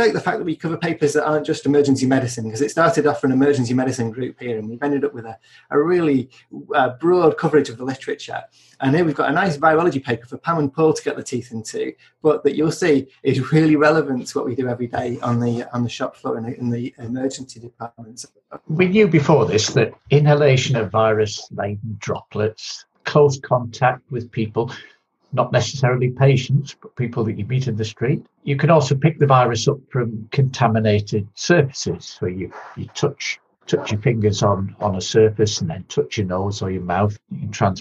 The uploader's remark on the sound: Podcast edited from a live webinar